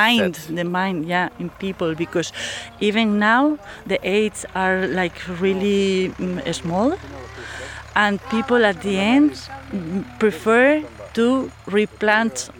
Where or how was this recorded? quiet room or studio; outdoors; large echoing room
outdoors